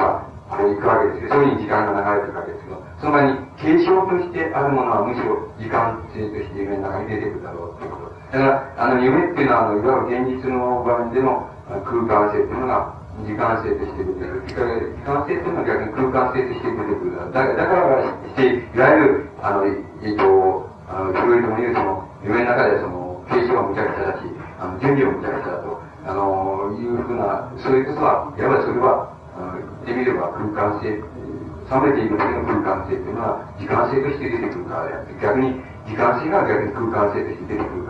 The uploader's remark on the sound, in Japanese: 主催：山王教育研究所 場所：山王会館（国電大森駅ビル4階）。山王教育研究所が主催する 「山王サイコセラピーセミナー」 の講演。周辺のノイズが入っており、 音質はあまりよくない。